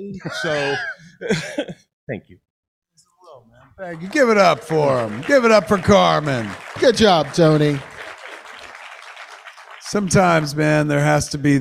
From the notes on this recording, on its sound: LIVE from SModcastle Cinemas! LIVE from SModcastle Cinemas in Atlantic Highlands, NJ. Maybe some audience Q&A.